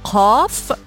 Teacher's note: صوت نادر في العالم كله والعرب ينطقونه بكل سهولة في علم الأصوات يصنف بأنه صوت مجهور وانفجاري ويخرج من مؤخرة اللسان عند أقصى الفم. هذا الحرف هو حرف القاف.